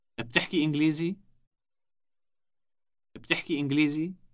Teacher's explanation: Note that the question is formed by rising intonation only.